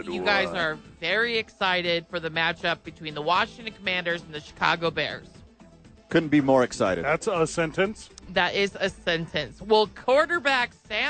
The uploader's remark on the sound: live from ABQ AXE